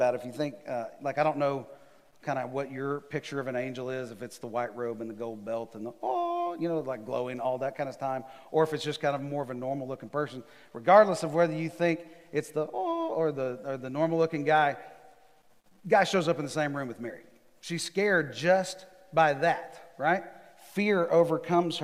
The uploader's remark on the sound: Recorded live on December 6, 2020 at The Fellowship at Mt Juliet.